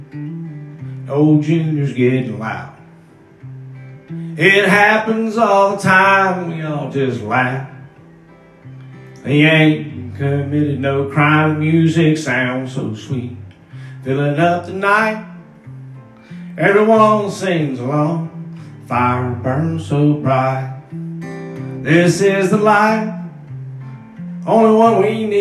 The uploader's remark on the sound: All is based around audio recording of times and life that I have found on my phone.